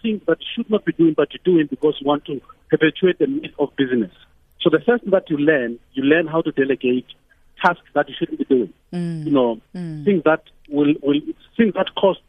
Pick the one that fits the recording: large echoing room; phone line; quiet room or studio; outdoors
phone line